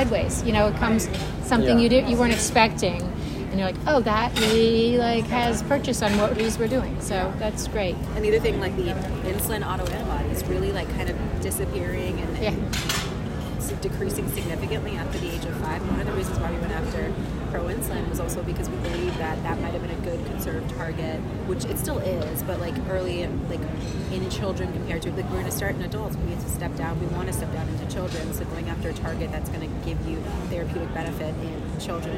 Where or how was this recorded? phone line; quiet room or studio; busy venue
busy venue